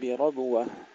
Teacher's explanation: ننتبه إلى تفخيم الراء وقلقلة الباء